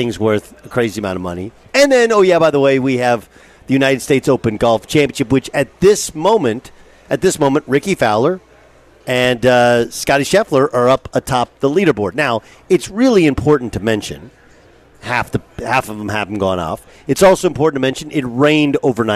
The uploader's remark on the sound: live from the US Open at the Los Angeles Country Club!